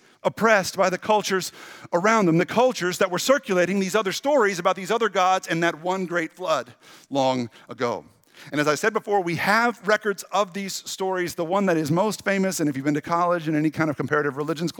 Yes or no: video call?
no